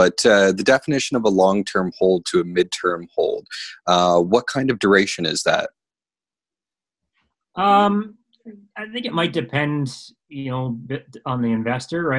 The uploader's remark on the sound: via ZOOM